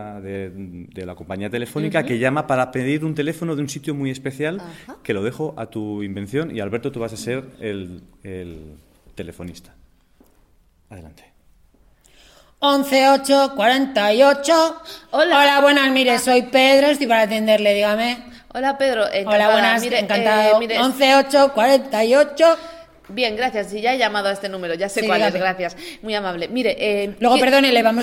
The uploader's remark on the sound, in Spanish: Este podcast se graba en vivo y el sonido es el núcleo del show. Nos encontramos sobre el escenario del teatro Tribueñe de Madrid.